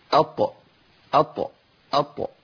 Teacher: اقول الطاء، لازم اقلقل لان لو ما قلقلتش مش هتطلع الطاء. اما اقول اط، فين الطاء؟ · Term: القلقله